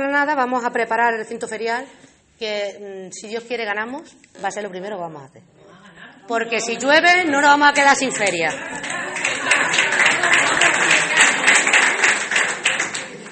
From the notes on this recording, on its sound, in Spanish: Grabación del acto de presentación de la candidatura del PSOE de Alange a las Elecciones municipales de 2019.